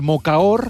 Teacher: El mocaor, la D intervocàlica mocaor. Salta, en valencià